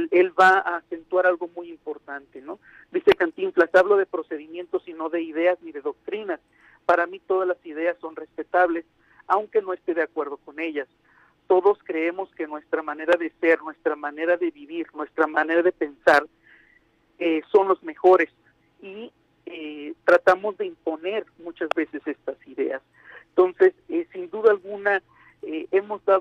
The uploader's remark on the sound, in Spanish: Esta mañana en #Noticias7AM entrevistamos vía telefónica.